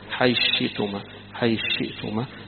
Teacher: حيث شئتما، وهذه يعني فيها إدغام لأبي عمرو، إن قرب الثاء من الشين يقوم يدغمها أبو عمرو بخلفه ويدغمها أيضا يعقوب، معنى الإدغام يعني حيدخل دي في انطق حرف واحد، حيث شئتما حيث شئتما، يبقى هنا الثاء اتلغت وصار مكانها الشين